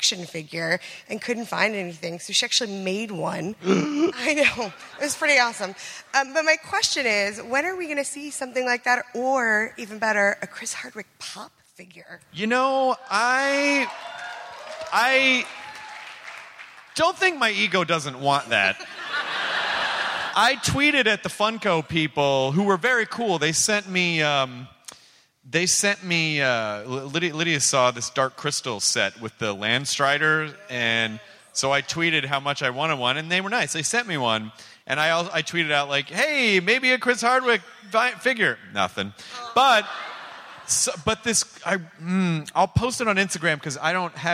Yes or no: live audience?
yes